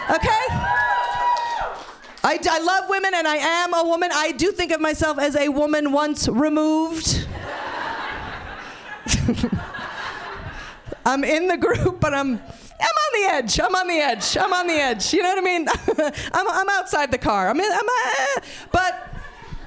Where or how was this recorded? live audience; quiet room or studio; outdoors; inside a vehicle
live audience